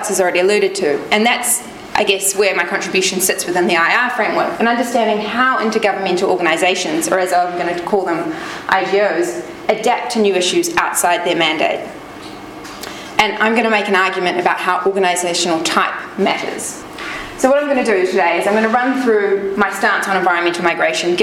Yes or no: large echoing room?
yes